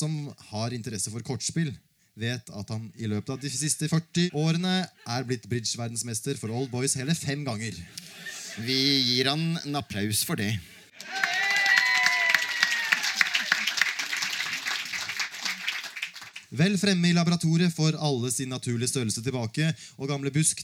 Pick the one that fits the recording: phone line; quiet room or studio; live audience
live audience